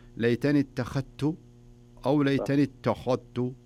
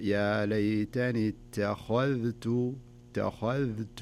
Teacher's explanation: انتبه ترقيق التاء والذال وتفخيم الخاء · Shown in: second take